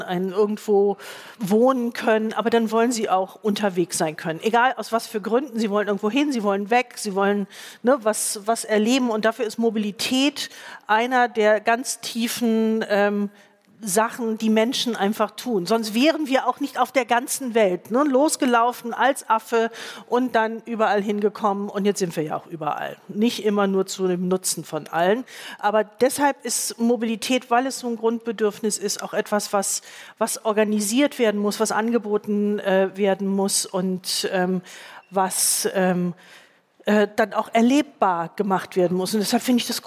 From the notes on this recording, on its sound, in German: beim Podcastfestival von ZEIT ONLINE im Berliner Westhafen live aufgezeichnet wurde